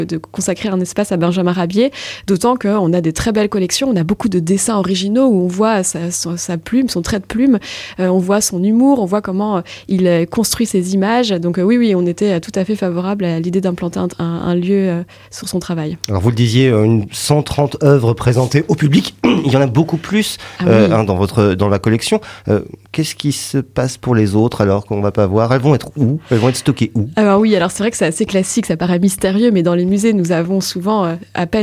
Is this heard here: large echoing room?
no